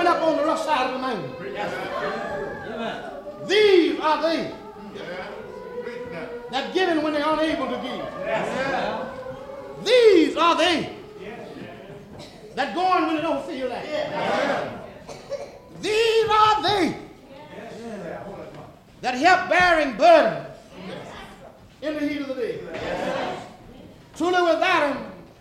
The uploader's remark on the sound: Live.. from the... Hart Temple